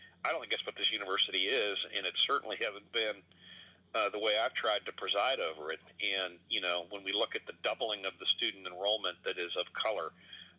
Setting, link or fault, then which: link, phone line